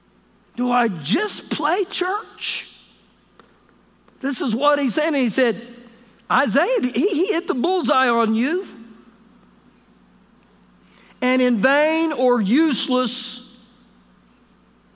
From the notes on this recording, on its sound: Recorded live during our Wednesday night service